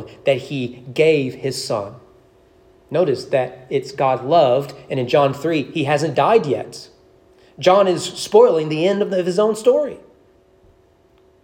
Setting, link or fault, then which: setting, large echoing room